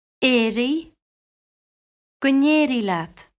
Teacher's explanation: Before I and E, a slender N is inserted.